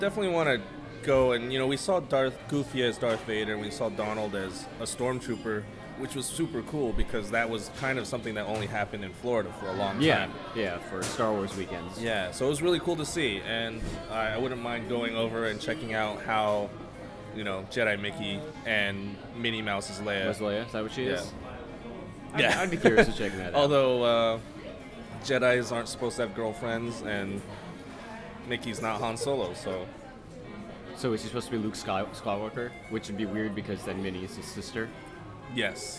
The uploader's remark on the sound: Live From Disneyland. This was recorded live throughout the night.